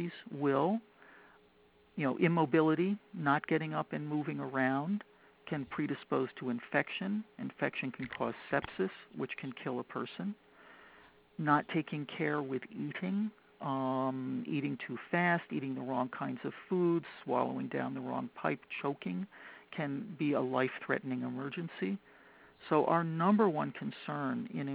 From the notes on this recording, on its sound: The inaugural conference call Q&A session between Rare Genomics Institute, Ben's Friends Patient Communities, and leading experts in the field. Questions were submitted before the call and live during the call.